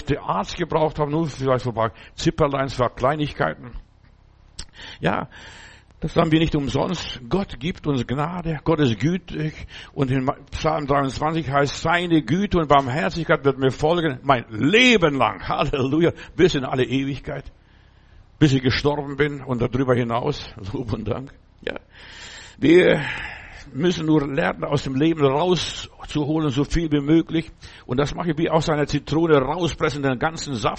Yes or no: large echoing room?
yes